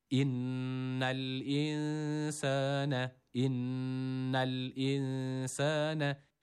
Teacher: Burada şeddeli olan nunu biraz tutuyoruz, hemen bırakmıyoruz. Tabii bunu talim yaparken, yani namazda okuduğumuz zaman şeddeli olan nunları bu denli tutmuyoruz.